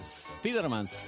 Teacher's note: no somos de pronunciar la S al principio